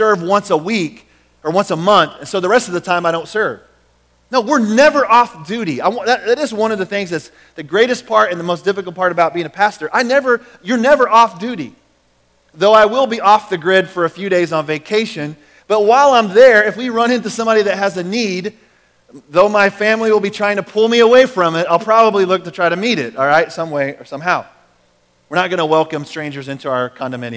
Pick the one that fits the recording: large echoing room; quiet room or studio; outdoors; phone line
large echoing room